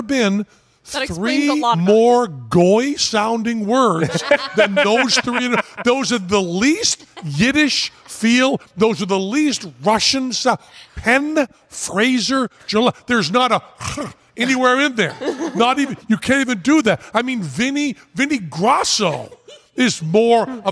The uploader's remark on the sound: On stage for a surprise live performance, & backstage.